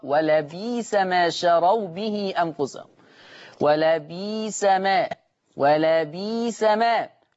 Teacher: يبدل الهمز الساكن ياء · Term: بإبدال الهمز الساكن